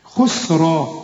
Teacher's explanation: فخم الراء قوي لأنها إيه مفتوحة، كل راء مفتوحة في القرآن مفخمة، وتكون إيه في التفخيم أكثر لأنها بعدها ألف.